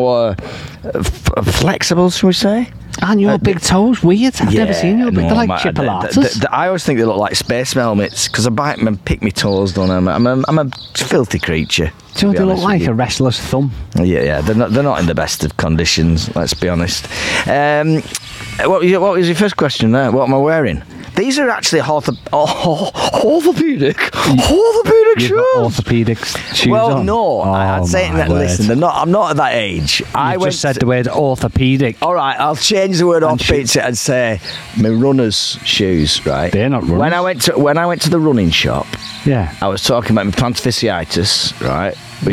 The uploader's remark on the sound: recorded outside in the scorching heat.